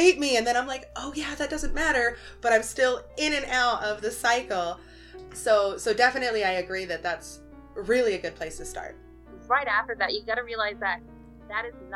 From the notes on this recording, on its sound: The recording quality was terrible but I tried. Keep in mind that I am no audio engineer, just a gal trying to make things work.